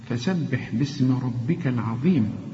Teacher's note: الراء مفخمة والباء يعني تكون اكثر رقة لانها مكسورة